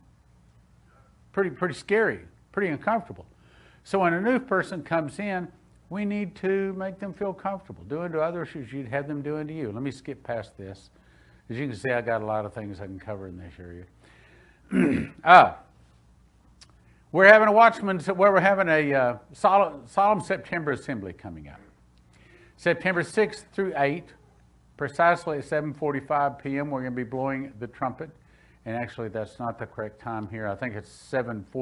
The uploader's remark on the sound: Spirit of Prophecy Church - Sunday Service 06/20/2021 - Audio